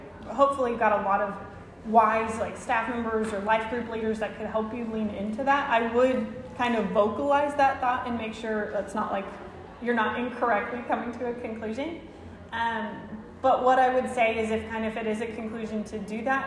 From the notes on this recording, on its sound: Women's Event 2024 • Workshop: Heart Friendships. Recorded at Union Church.